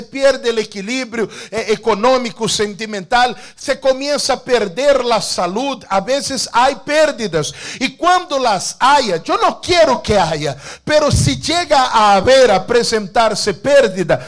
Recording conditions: large echoing room